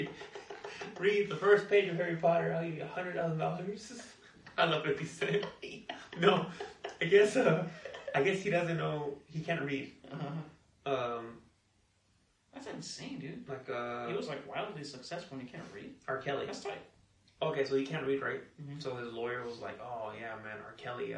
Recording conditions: poor sound quality